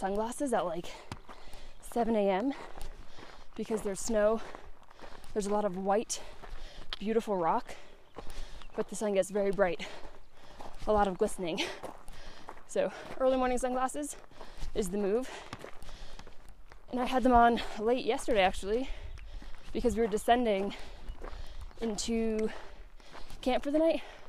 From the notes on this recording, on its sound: decided to do a solo pod while hiking!